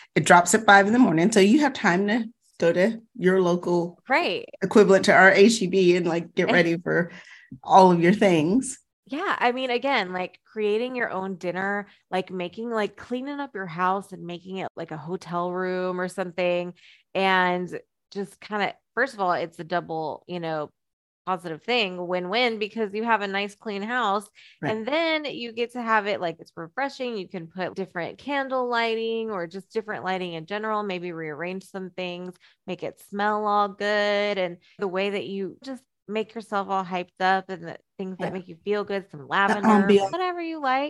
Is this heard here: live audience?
no